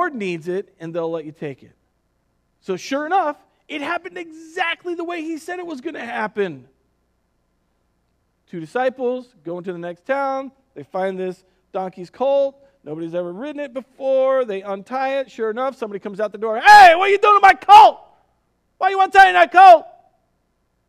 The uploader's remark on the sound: Recorded on April 5th, 2020 at Word of Life Church in Le Sueur, MN.